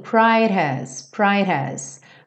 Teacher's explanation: ele reduziu o D para rarará e já juntou com has bem rapidinho